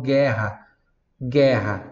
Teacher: Tem o som do G, tem o som do E. Gué. Não tem o som do U.